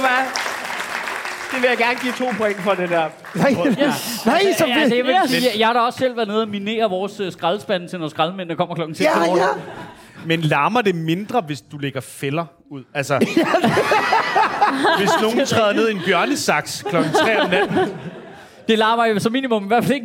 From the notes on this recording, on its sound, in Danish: Afsnittet er optaget live på Comedy Zoo